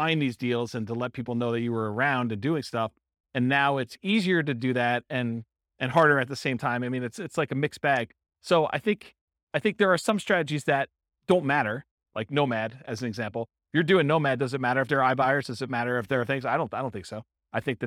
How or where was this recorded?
live audience